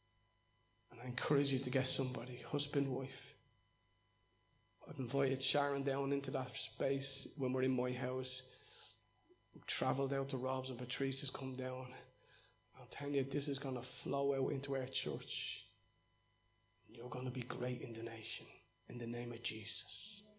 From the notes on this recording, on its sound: Recorded live in Liberty Church in 2019